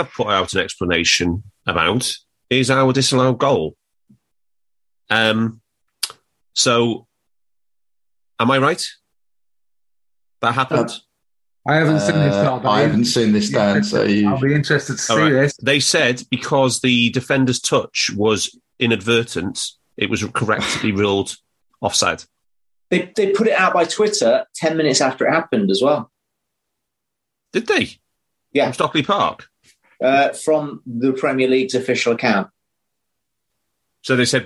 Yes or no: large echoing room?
no